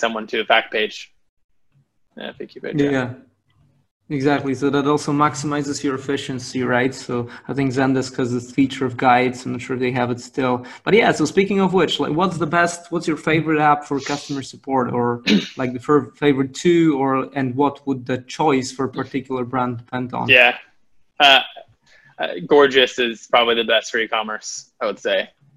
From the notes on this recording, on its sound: on the live webinar